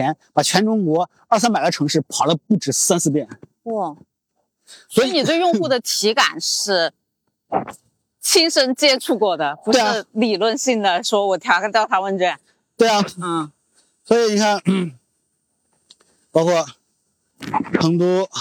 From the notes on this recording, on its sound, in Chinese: 这期的声音是在清晨的北京公园录制的